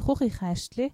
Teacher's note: Dreimal kommt das Ch in dichter Folge vor, das in den vielen deutschsprachigen Regionen der Schweiz sehr rau gesprochen wird.